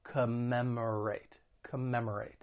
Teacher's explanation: When pronouncing this verb, it has 4 syllables. The stress is on that second syllable.